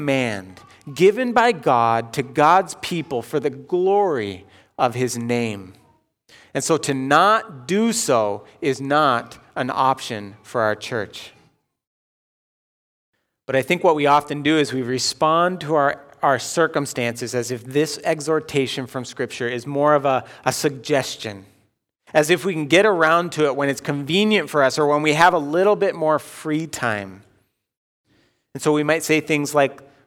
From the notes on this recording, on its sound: Delivered Sunday, October 4, 2020 at Woodridge Community Church (New Berlin, WI).